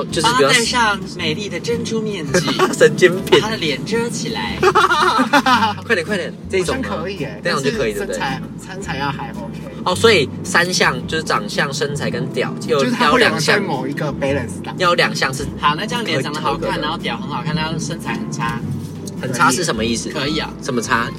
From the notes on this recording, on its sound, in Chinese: 錄音開車。開車錄音。